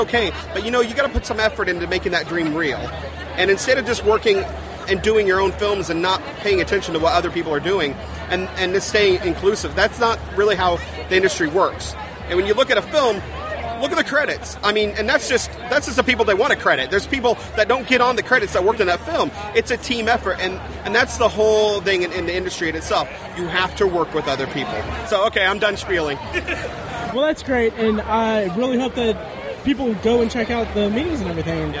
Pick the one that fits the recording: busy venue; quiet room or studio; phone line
busy venue